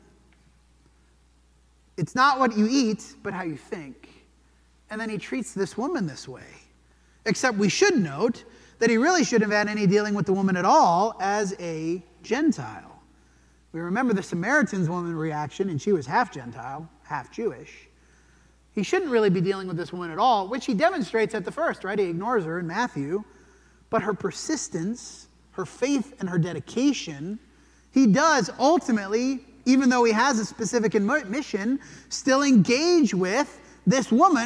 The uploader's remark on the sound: This sermon was preached at the Dewey Church of Christ on December 3, 2023.